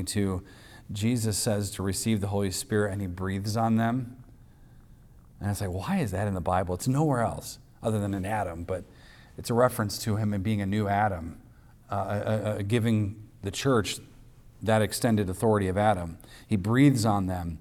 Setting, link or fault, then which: setting, large echoing room